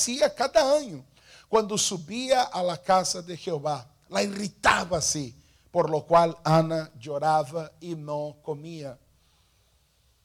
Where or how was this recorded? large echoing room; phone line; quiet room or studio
large echoing room